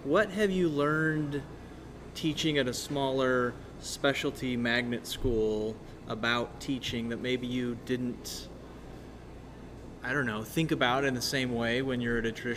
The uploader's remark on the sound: This episode is a series of short interviews with teachers at the 2023 Idaho STEM conference.